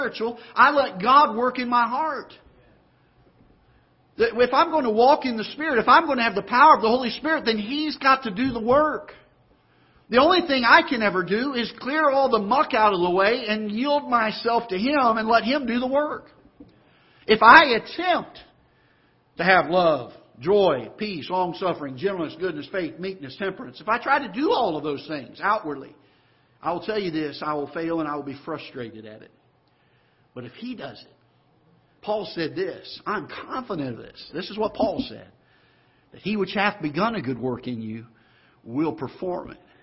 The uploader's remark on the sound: Ketha Heights Baptist Church ~ Live Broadcast